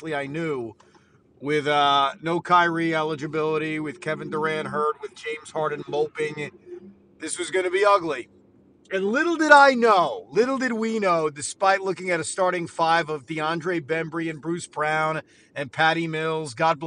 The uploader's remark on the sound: Drive home reaction. While driving home.